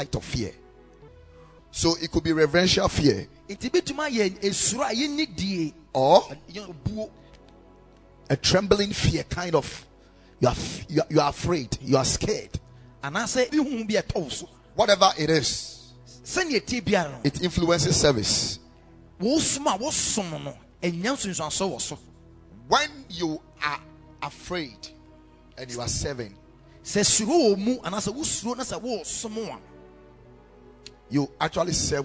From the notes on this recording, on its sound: Preached at Ekklesia Chapel